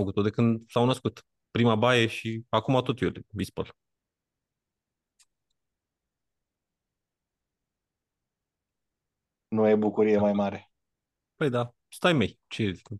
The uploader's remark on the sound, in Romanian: Conferinta Zoom Saptamanala EcomSchool.